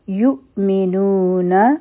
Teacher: اصل شی دلته کې حمزه دی، په حمزه باندې چې سکون راشي نو مونږ جټکه ورکو